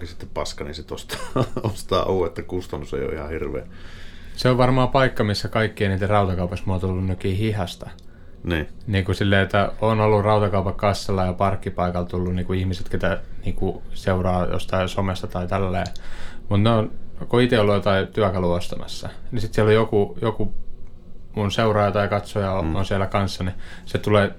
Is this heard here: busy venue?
no